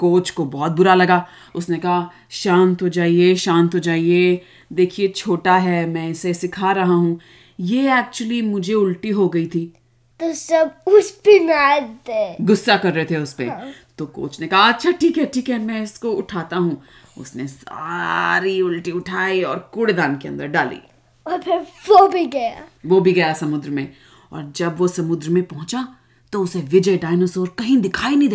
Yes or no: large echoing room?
no